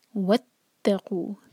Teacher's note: تا پر شدہ ہے کیونکہ تا کو اسٹرانگ پڑھنا ہے، دو تا پتہ لگنی چاہیے وہاں پر